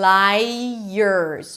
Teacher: You add a y sound, a schwa and an R.